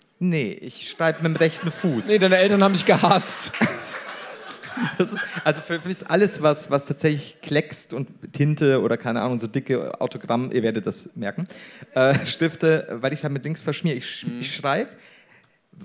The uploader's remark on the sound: LIVE in Hamburg